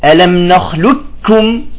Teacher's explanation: ننتقل من اللام إلى الكاف مباشرة من غير أن نظهر لا الاستعلاء تبع القاف ولا القلقلة · Term: إدغام الكامل